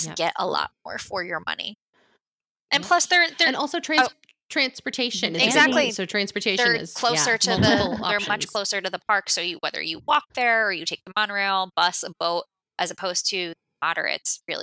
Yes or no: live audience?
no